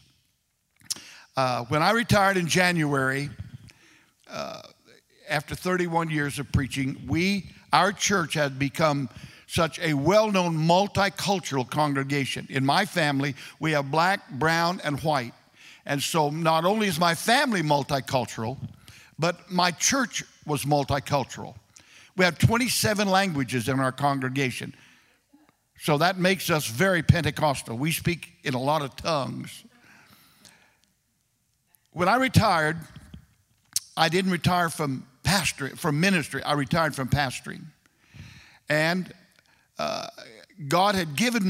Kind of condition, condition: setting, large echoing room